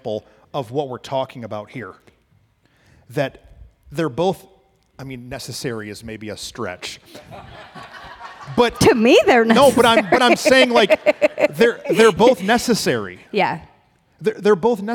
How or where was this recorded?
live audience